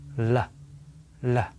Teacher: This is the L consonant sound. It is voiced, so you should feel your vocal cords move. The most important thing is to make sure the tip of your tongue touches the upper gum area just behind your teeth.